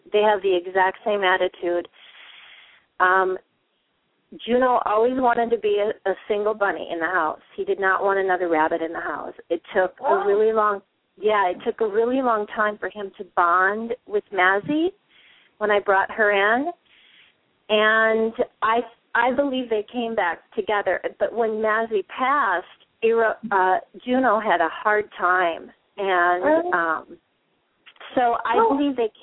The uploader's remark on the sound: open up the lines for listeners to call